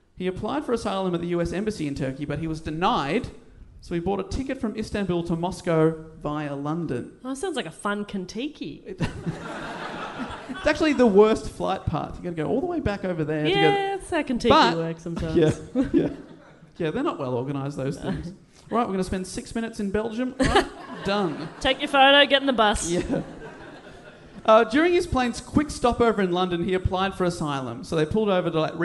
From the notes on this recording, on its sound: Recorded live at the Giant Dwarf Theatre in Sydney, this episode was so much fun.